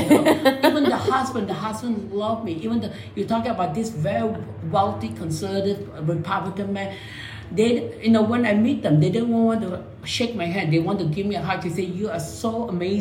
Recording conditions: echo